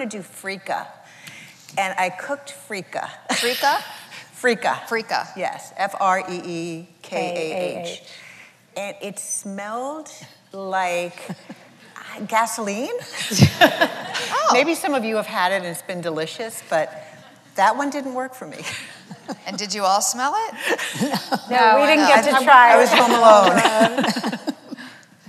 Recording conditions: live audience